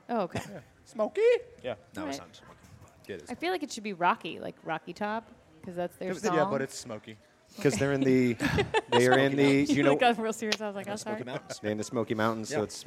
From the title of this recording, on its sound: Live from Daytona